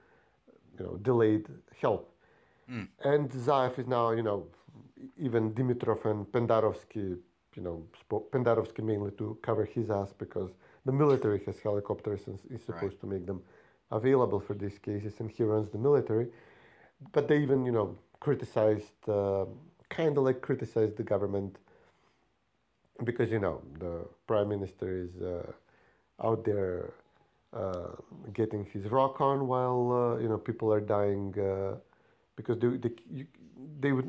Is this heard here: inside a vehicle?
no